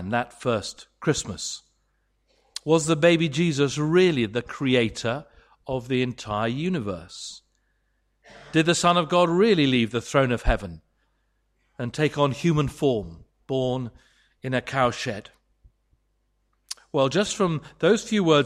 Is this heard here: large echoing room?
yes